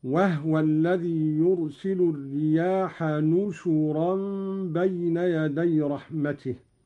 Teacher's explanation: قرأ قالون بالنون مكان الباء وضم الشين، هكذا: وهو الذي يرسل الرياح نشورا بين يدي رحمته.